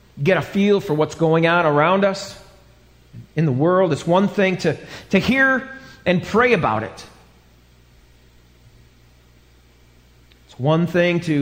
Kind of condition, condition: setting, large echoing room